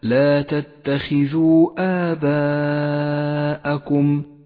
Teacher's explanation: وهو مد جائز اخترنا قصره على حركتين · Term: المد المنفصل